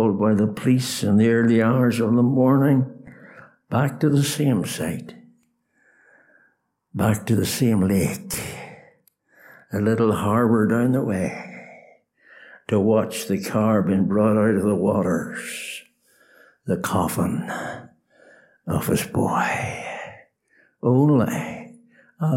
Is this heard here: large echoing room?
yes